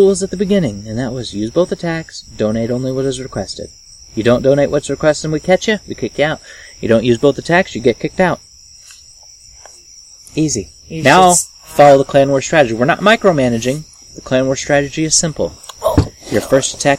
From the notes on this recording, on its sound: We recorded this episode on the porch and at night so there are some lovely ambient noises that snuck past the noise removal process.